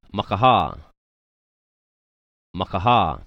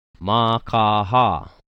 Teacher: Now we got kahako on every vowel. So it's going to be three long sounds back to back to back, right?